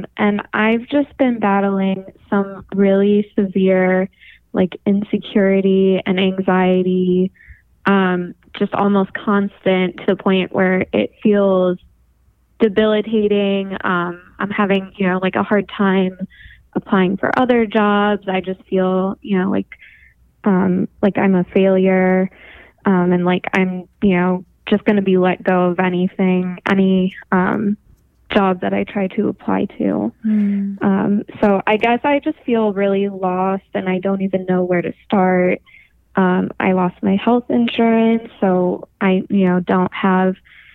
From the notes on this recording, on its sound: We are doing a call-in show. So, we gave out a number and had you guys phone in with all your questions.